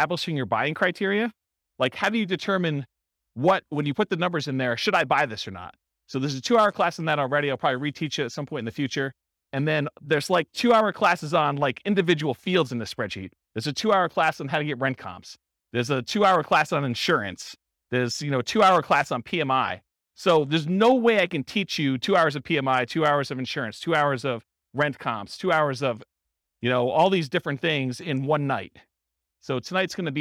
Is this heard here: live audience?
yes